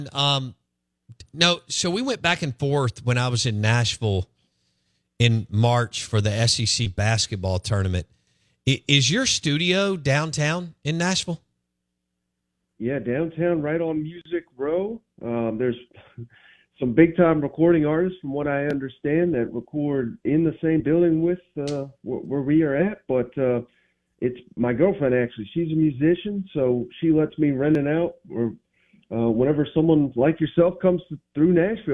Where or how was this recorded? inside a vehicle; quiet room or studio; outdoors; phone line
phone line